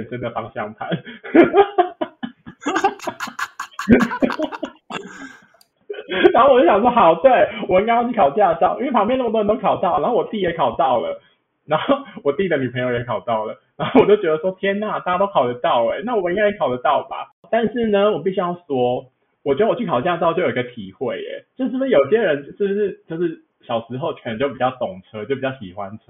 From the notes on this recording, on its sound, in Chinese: 這集音質不知道出了什麼技術性的問題所以有夠爛